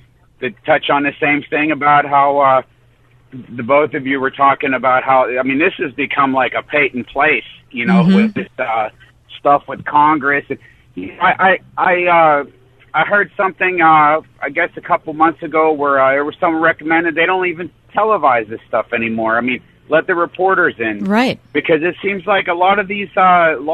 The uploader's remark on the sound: go to the phones